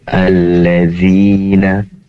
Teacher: Kemudian alladzina, lebih tipis lagi, tadi terdengar agak tebal, yaitu makhraj atau tempat keluarnya huruf zal berasal dari ujung lidah yang ditempelkan ke ujung gigi seri atas, seraya pangkal lidahnya ditekan ke bawah